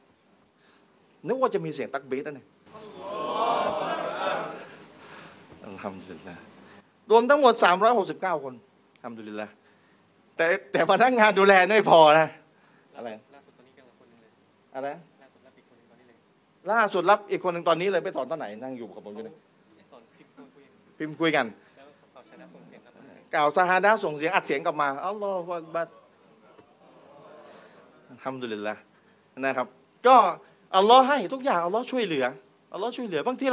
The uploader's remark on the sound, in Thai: เทปบันทึกงาน Assabiqoon Islamic Forum ครั้งที่ 1